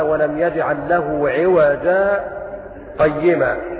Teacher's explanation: وهذه السكتات الأربع أولها في سورة الكهف في قوله تعالى ولم يجعل له عوجا قيما. سكت حفص عن عاصم على قوله تعالى ولم يجعل له عوجا قيما · Term: سكتة